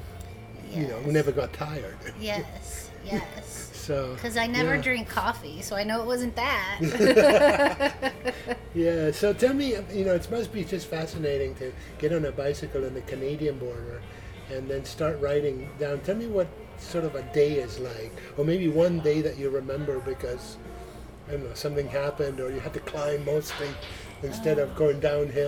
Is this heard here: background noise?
yes